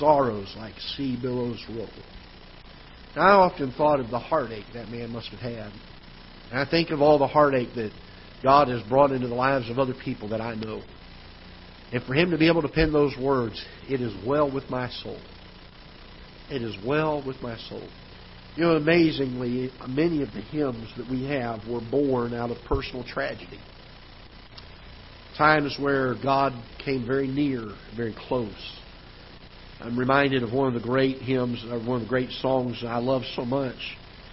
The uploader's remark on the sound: Ketha Heights Baptist Church ~ Live Broadcast